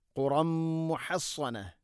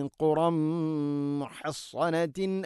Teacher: തൻവീനിനെ മീമിലേക്ക് കൂട്ടിലയിപ്പിച്ച് മണിച്ചുകൊണ്ട് ഉച്ചരിക്കണം